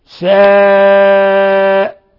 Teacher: مد متصل يمد من 4 إلى 5 حركات لاتصال الهمزة بحرف المد في نفس الكلمة